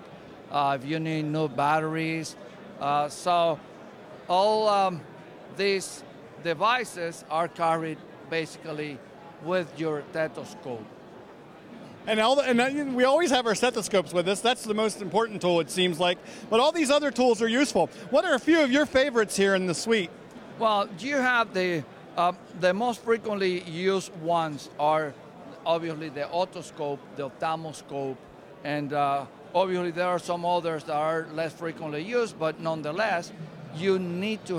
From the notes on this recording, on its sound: at CES 2016 in the Eureka Park startup area of the international consumer electronics conference